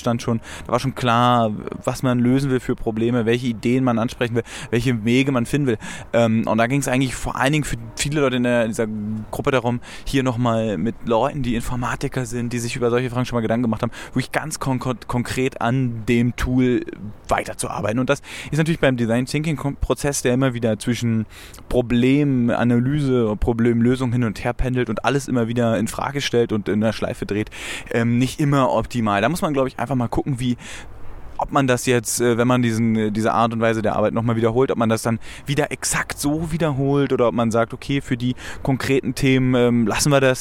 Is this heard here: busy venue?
yes